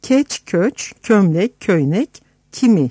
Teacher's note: Osmanlı Türkçesinde G ile başlayan geç, göç, gömlek gibi kelimeleri Azeri Türkçesinde keç, köç, kömlek, köynek, kimi şeklindedir